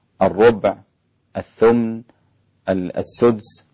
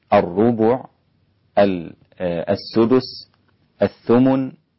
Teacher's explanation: انتبه إلى ضم الباء والسين في السدس واللام في الثلث والميم في الثمن، كلها مضمومة حتى لا تسكنها · Shown in: second take · في بعض الناس بيقرأها بالإسكان وهذا خطأ.